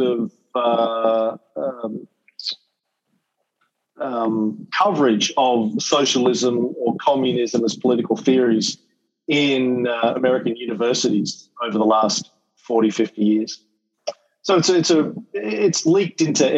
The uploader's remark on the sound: To give a lecture to the kids studying the Cold War at EF Academy in NY. Then did some Q&A with the very bright kids in his class. This is a recording of our Zoom call.